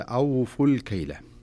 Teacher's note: فهنا تدغم الألف الأولى في الألف الثانية وتصبح ألفا واحدة. لكن إذا وقفت أوفوا لا تنطق ألف أوفوا كما هي مكتوبة، لأن هذه الألف المستديرة، هذه الدائرة كاملة، هو رسم، لكن لا ينطق لفظا ولا يعني سواء وقفا أو وصلا، ما ينطق أبدا.